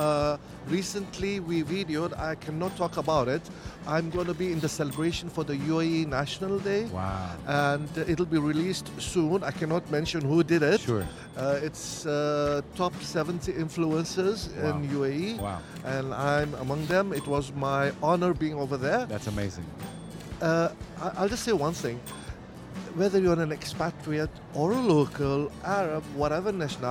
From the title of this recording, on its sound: Live from SIBF 2023